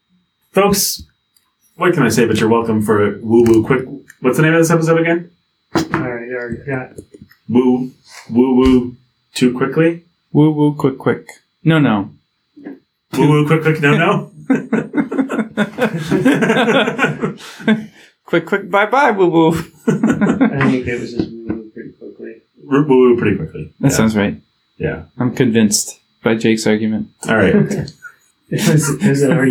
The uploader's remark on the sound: Note: the last 10 minutes or so of this podcast we had an audio problem.